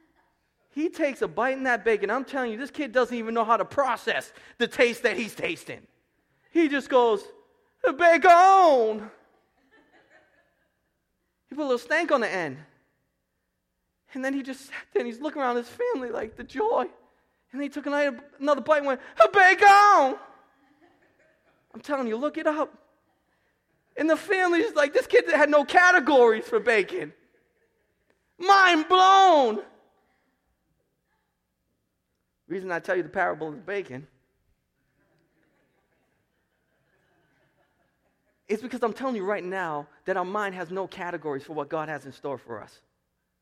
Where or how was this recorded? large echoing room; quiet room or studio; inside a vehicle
large echoing room